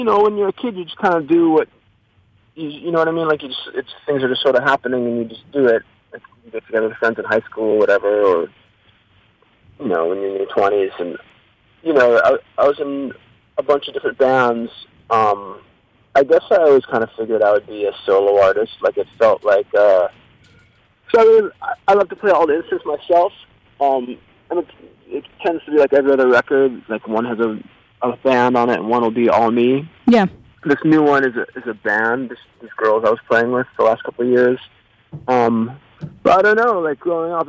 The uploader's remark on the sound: phoned in to Radio One Chicago